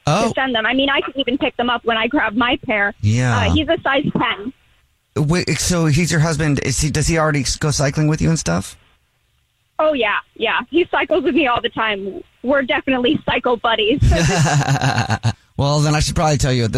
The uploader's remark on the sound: We have a listener who is on the phone